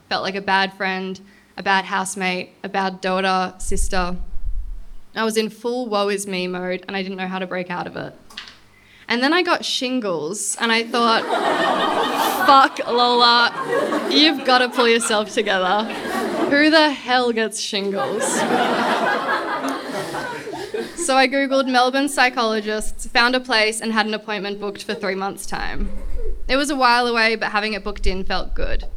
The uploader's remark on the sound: This episode was recorded live at the Brunswick Artists Bar.